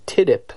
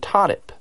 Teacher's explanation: with a front vowel sound, like the I in tidip, and one with a back vowel sound, like the ah in todip